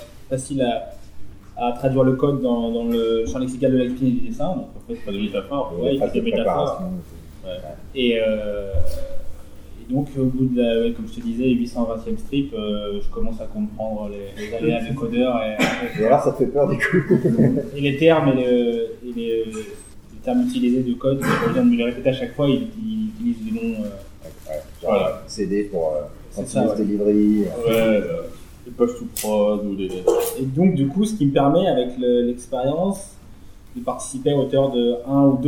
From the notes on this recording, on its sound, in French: Un épisode en direct du Snowcamp 2016 à Grenoble.